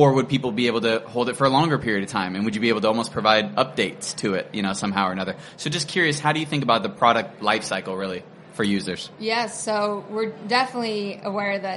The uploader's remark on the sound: This week, we’re sharing another conversation from our series of interviews at the Web Summit conference earlier this year.